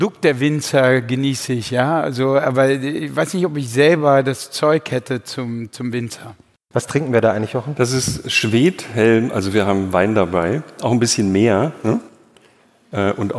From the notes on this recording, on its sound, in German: aufgezeichnet vor Publikum auf der Digitalmesse re:publica in Berlin